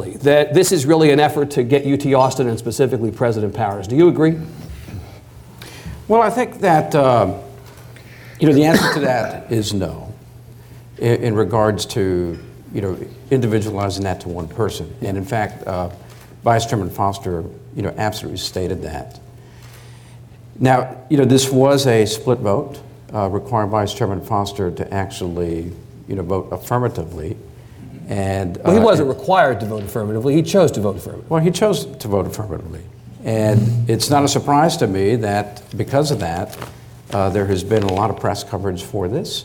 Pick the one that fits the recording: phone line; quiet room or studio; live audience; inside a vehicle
live audience